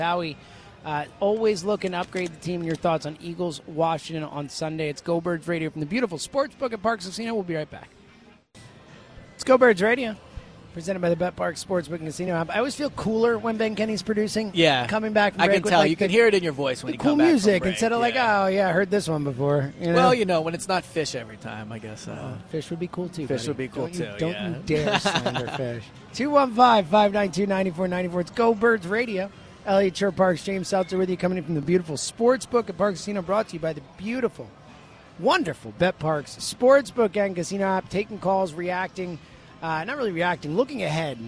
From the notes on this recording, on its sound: live at Parx Casino